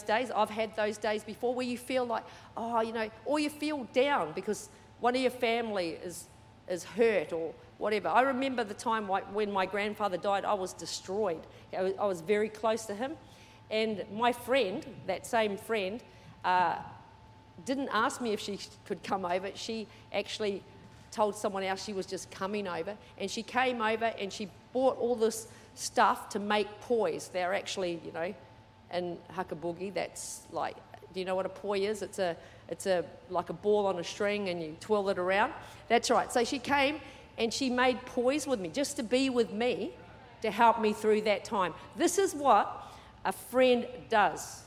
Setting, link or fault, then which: setting, large echoing room